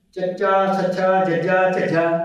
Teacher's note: ਇਹ ਜਿਹੜੇ ਨੇ ਤਾਲੂ ਚੋਂ ਬੋਲਦੇ ਜਦੋਂ ਜੀਭ ਤਾਲੂ ਨੂੰ ਲੱਗਦੀ ਹੈ